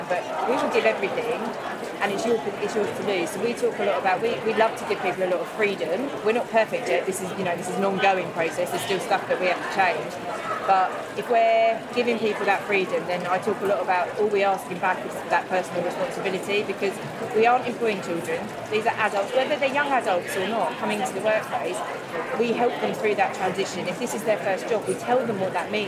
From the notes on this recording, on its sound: This series was recorded at CHS Leeds , a tradeshow for the Meeting and Events industry. This series was recorded at CHS Leeds , a tradeshow for the Meeting and Events industry.